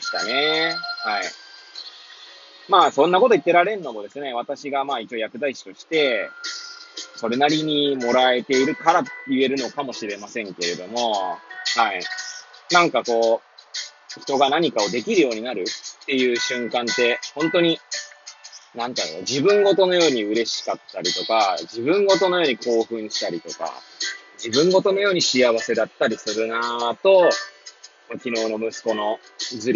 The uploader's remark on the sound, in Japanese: Airpods を付けた状態で、車中で収録しており、雑音などが入る可能性があり、ご容赦ください。